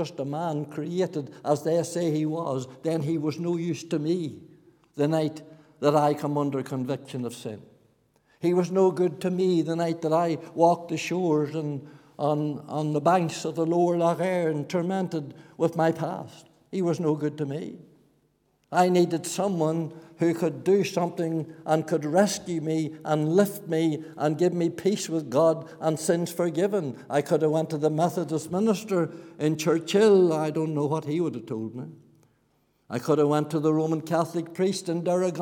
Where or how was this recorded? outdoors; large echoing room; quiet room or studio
large echoing room